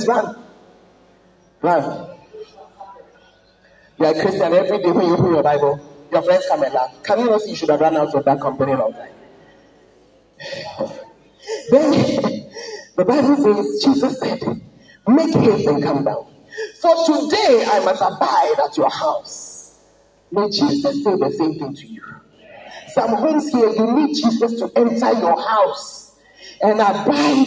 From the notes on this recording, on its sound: Preached at the Word Alive Service